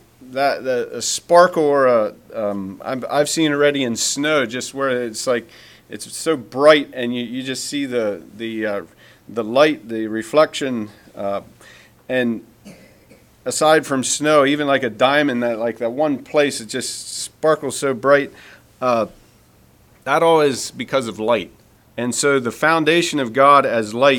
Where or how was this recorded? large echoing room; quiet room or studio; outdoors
large echoing room